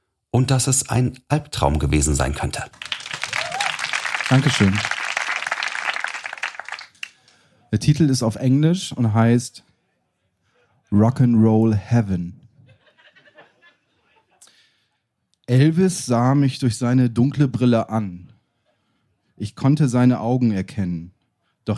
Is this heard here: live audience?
yes